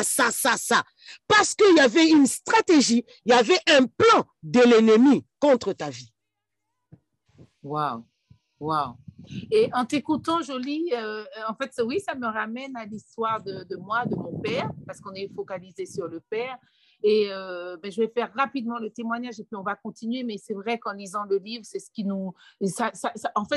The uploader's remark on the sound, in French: Lors de notre dernier atelier sur zoom.